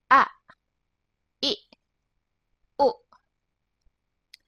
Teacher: Glottal stop A, E, and U is pronounced fast with a sudden stop. Like this. A, I, U.